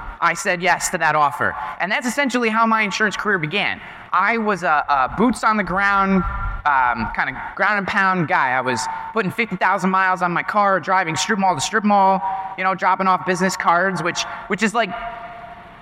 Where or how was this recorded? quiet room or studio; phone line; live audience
live audience